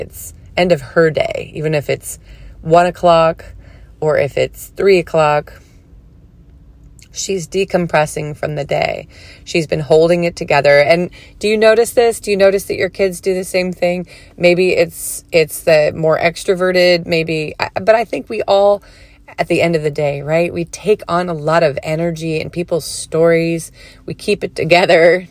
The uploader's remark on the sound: Today’s podcast recording in the car.